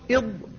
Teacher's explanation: تقول إض، سواء أخرجته من اليمين إض أو من اليسار إض، فيكون على هذا من بين اللسان، من بين جانب اللسان والأضراس، فتخرجه من هذا المكان، ويستطيل أن يمتد إلى أن يصل إلى مخرج اللام، فالاستطالة تنتهي به إلى مخرج اللام · Term: الضاد